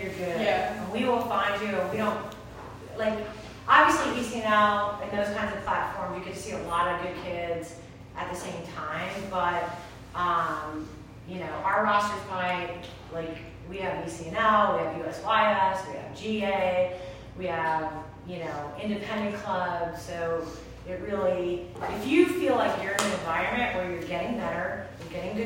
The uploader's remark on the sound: In this episode I was onsite at the Virginia Revolution Sportsplex in Leesburg, Virginia for the Future Tribe ID Clinic. I recorded the three question and answer sessions with the prospects and coaches.